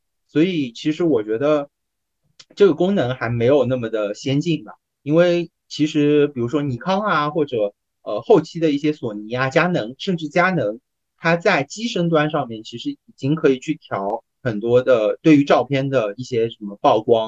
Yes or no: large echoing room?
no